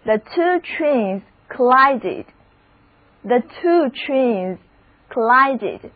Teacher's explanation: 字母 I 仍然发它的本音 I，重音也在第二个音节上